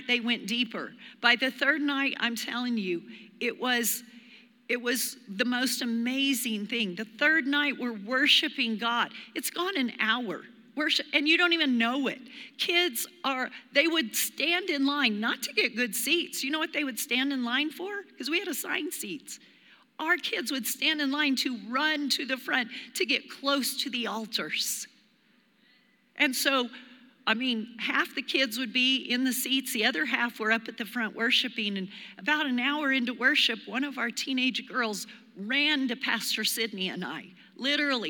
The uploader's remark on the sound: Recorded live during our Wednesday night service